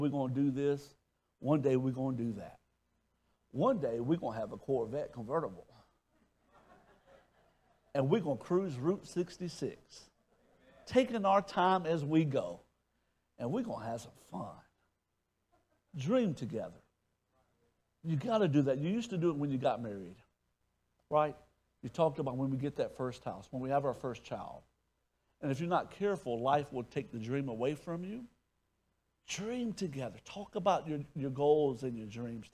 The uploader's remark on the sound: question from audience